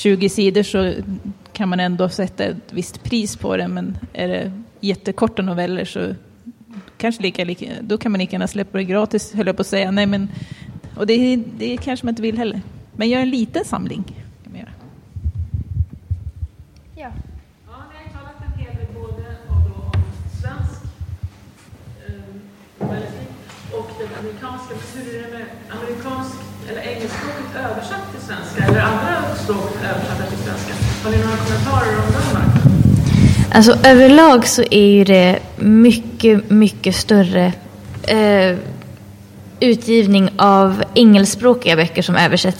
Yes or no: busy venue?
yes